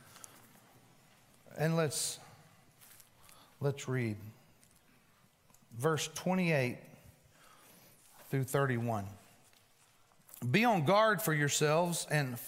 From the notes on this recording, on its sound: Recorded live at The Fellowship at Mt Juliet on January 19, 2020. NOTE partial recording due to technical difficulties, we apologize for the inconvenience.